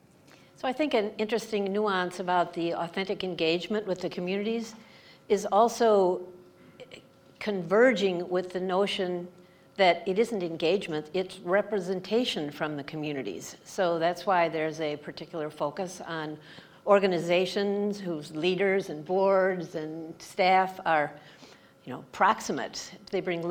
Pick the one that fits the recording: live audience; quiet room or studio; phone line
live audience